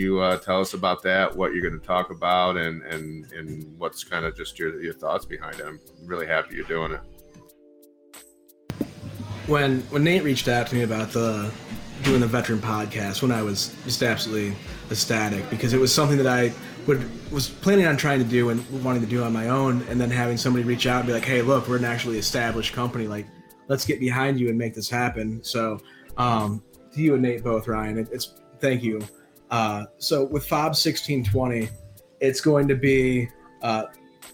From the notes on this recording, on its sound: The Smokin' Rope Podcast hits the road for 4/20 as we broadcast LIVE from Bloom City Sturgis.